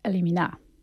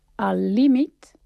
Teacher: Però si diem al límit, dues paraules, ens aproximem més al so de la L geminada, ja que teòricament hem de pronunciar dues L's per reproduir el so de la L geminada · Shown in: second take